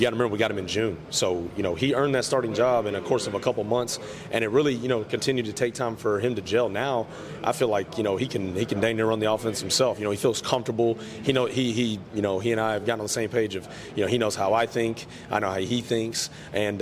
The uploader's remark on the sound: live from United Athletic Conference Media Day in Arlington, Texas